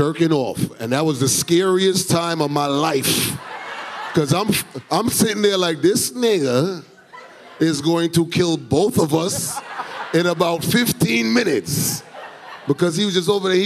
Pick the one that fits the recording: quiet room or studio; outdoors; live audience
live audience